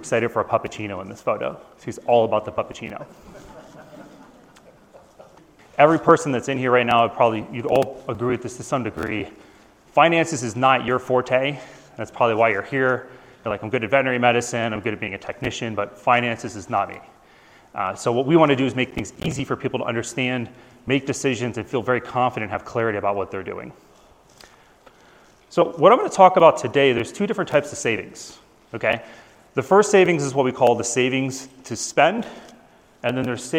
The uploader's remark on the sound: Live from AVMA 2023